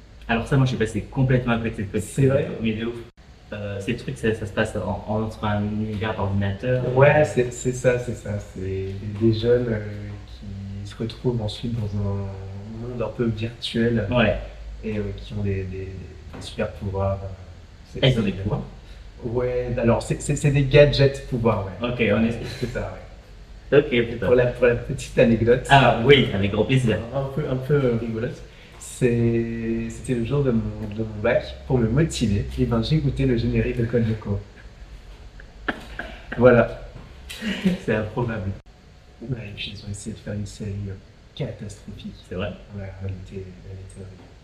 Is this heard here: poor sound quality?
yes